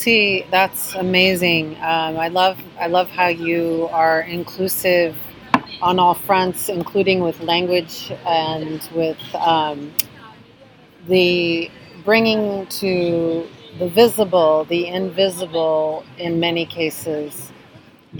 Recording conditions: busy venue